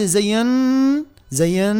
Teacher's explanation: عندنا النون هذه مشددة جامعة ما بين النون الساكنة والنون المتحركة تصبح حرف مضاعف، إذا نشد فيها شوي.